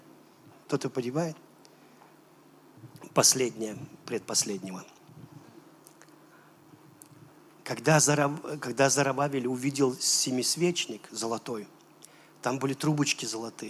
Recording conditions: large echoing room